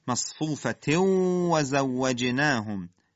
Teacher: ادغام تنوین در واو دو حرکت غنه، زوجناهم واو مشدد در حد همین ادای یک تشدید با نرمی خودش ادا میشه و حالت اشمام لبها در هنگام ادای واو، زوجناهم قلقله جیم، زوجناهم میم به با رسیده، حکمش اخفاء.